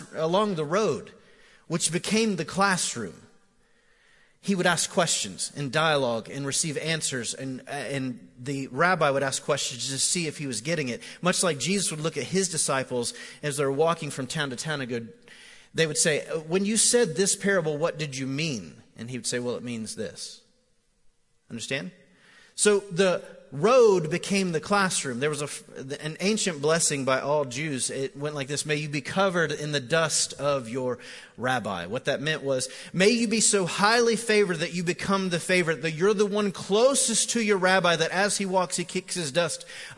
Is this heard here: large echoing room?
yes